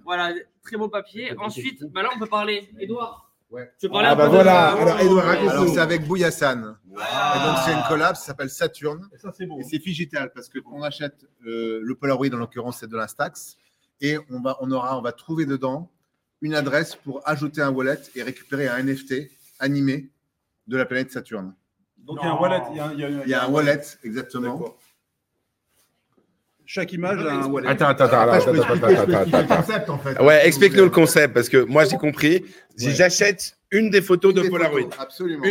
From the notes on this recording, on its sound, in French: Aujourd'hui nous étions en direct de la NFT Factory à l'occasion de l'ouverture du marché de Noël. Aujourd'hui nous étions en direct de la NFT Factory à l'occasion de l'ouverture du marché de Noël.